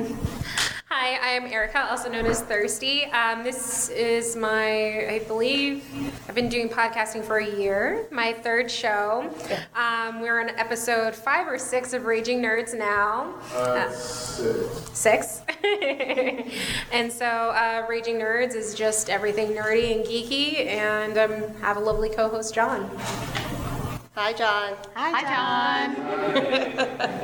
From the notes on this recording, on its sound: Women in Podcasting Panel (Houston Comicpalooza).